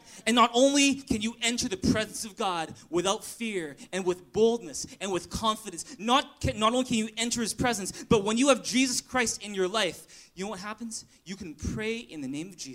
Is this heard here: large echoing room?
yes